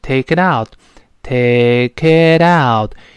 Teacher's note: bad day.注意后半句，Don't take it out on me.不要拿我出气，注意这个发音。Take it out on me.逗连在一块儿了。Takeit，读成 takeit。takeit。那个 t 跟 out 放在一块儿，连读又加浊化